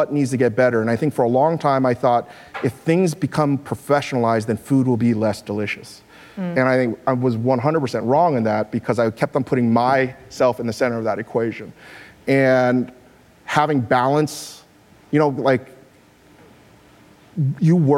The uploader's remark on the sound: Live at Code 2018